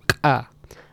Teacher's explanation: let's talk about an ejective uvular stop and say ka